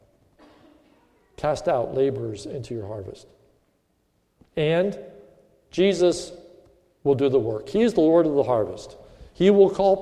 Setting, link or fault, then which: setting, large echoing room